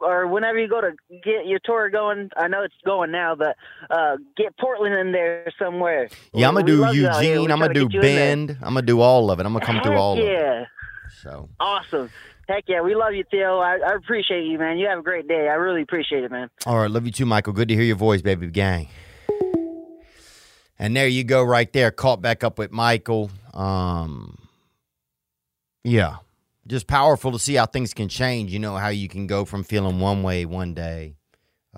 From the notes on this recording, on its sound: He also responds to some of your voicemails and takes a call from a fan live.